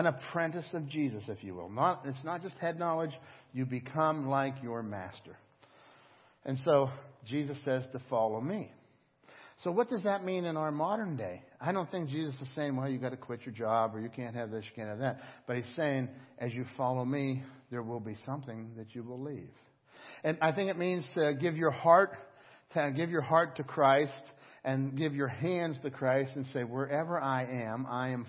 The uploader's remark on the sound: Crossroad Ministries Live Service